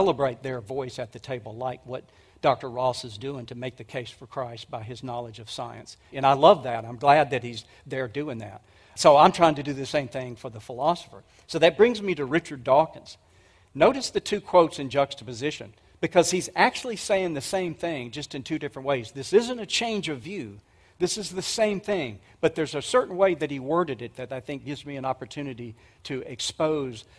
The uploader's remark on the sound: 2023 Apologetics Conference. This was a message presented at the 2023 Evidence and Answers conference.